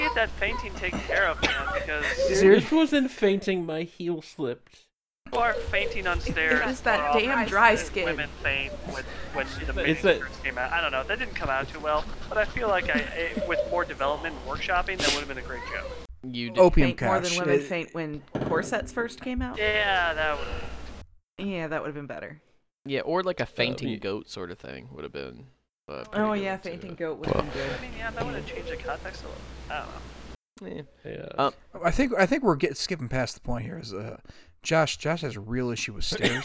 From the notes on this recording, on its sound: This episode turned into a bit of a nightmare with lost recordings and re-recordings the audio is still a little off.